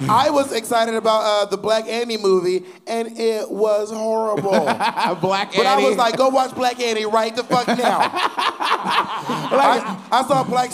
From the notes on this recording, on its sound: This week the girls are LIVE at Sony Hall